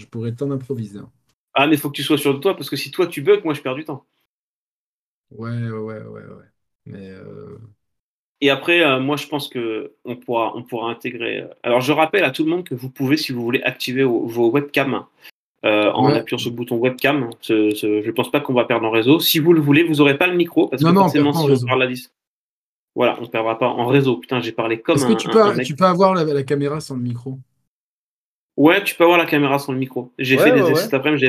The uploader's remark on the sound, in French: une émission Live, tous les jeudis soir, sur le Discord officiel …